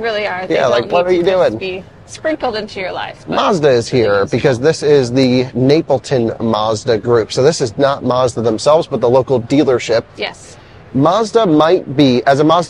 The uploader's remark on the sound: a walking podcast around the Chicago Auto Show